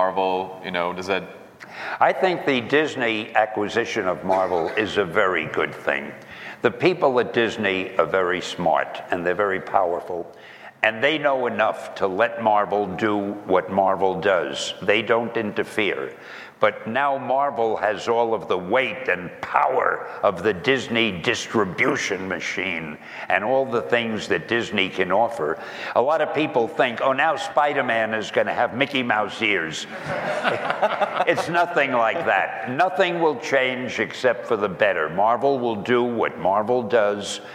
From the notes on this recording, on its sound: This Q&A style podcast was recorded at the NAB Show in Las Vegas on April 14th in front of many fans.